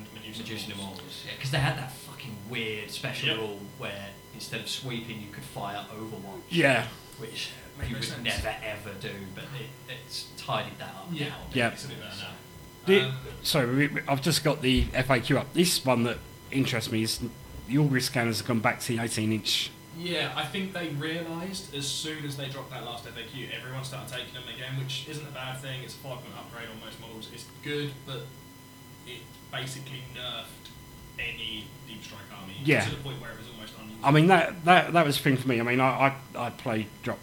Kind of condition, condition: fault, poor sound quality